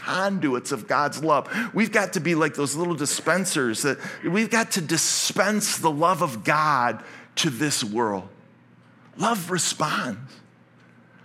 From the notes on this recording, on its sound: Originally preached at Highpoint Church on Sunday, December 10, 2023. This message was originally preached at Highpoint Church.